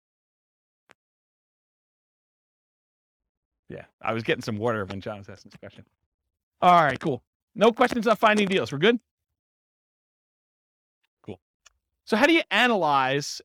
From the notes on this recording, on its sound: This was a live class recorded